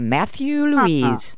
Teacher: The accent is on the second syllable, so it sounds nice as a middle name. · Term: rhythm